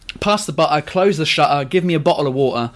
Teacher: You just miss out all the T's. They're all glottal stops.